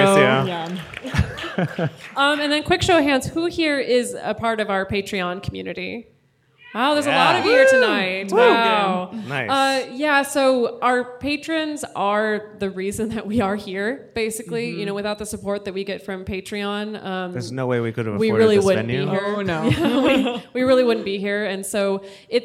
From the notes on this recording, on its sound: In this live show episode from our 2018 tour.